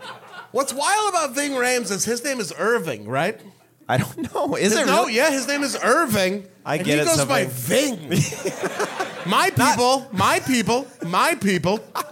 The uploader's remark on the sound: LIVE IN MINNESOTA. This episode was recorded live at The 10,000 Laughs Comedy Festival in Minneapolis, Minnesota.